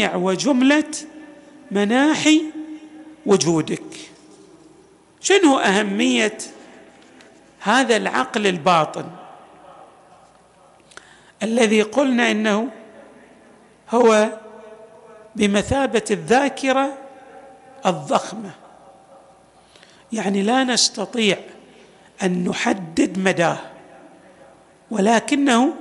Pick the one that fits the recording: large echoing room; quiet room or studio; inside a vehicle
large echoing room